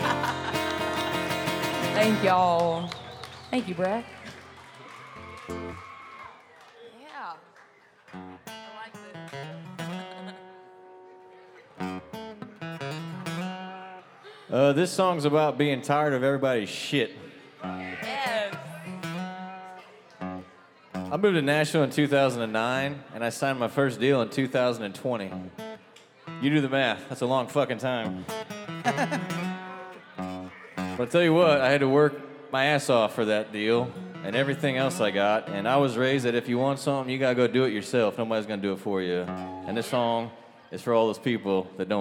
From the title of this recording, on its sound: Rounds At Live Oak In Nashville